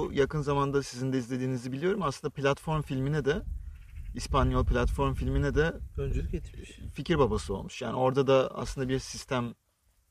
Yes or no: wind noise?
yes